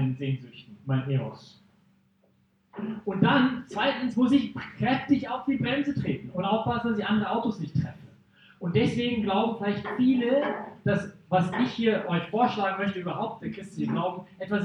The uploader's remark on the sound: Teil des Vortrags in Brig-Glis (CH)